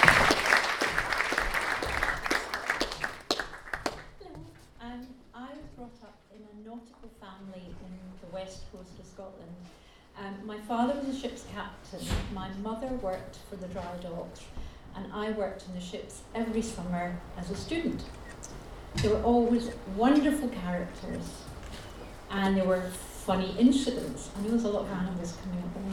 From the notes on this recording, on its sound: At the Chiswick LocaL Writer's Party. At the 14th Chiswick Book Festival , at the local authors party, where the writers have 2 minutes against the clock to talk about their books - or get ‘horned’ off!